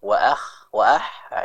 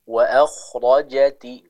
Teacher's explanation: Di huruf kho harus dibaca dengan sesuai dengan makhrajnya atau tempat keluarnya, yaitu di tenggorokan bagian atas. · Shown in: second take · Adapun huruf ha, maka dia diucapkan dari tenggorokan bagian tengah, sehingga pasti ya berbeda pengucapan dari kedua huruf tersebut.